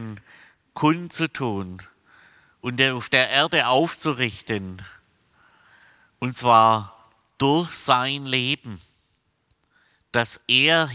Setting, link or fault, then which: setting, large echoing room